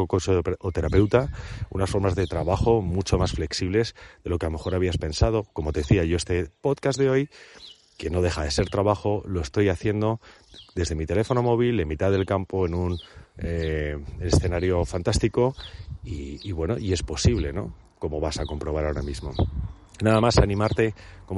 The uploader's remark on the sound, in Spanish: A través de esta grabación en plena inmersión en la naturaleza.